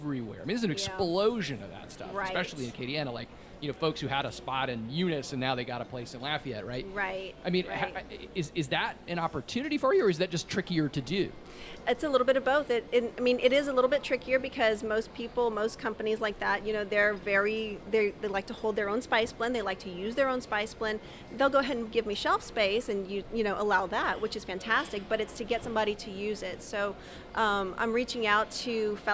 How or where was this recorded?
busy venue